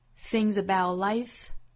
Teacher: Things 和 about 在连读